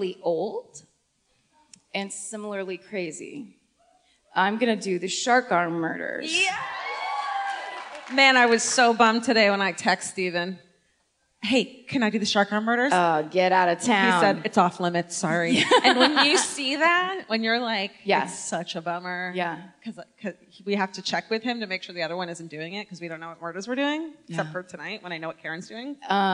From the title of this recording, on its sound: Live at the Enmore Theatre